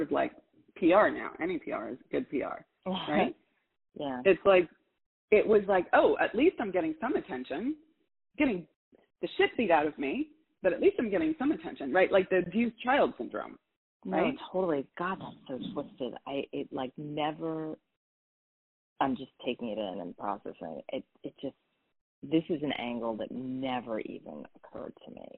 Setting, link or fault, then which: link, phone line